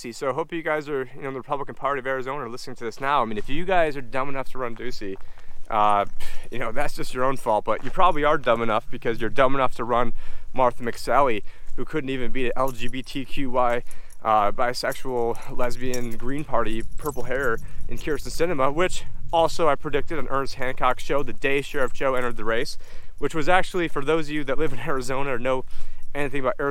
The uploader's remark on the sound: on this walk and talk